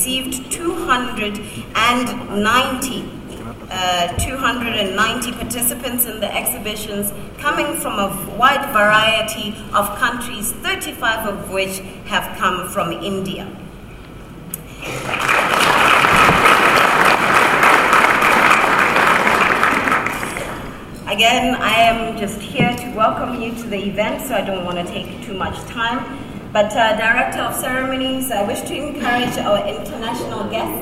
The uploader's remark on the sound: Remarks at The Global Expo 2018 Official Opening